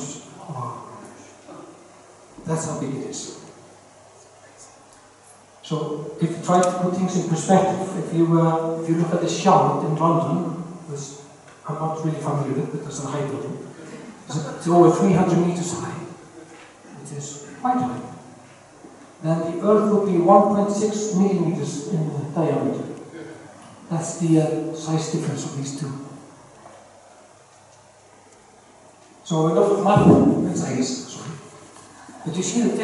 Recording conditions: poor sound quality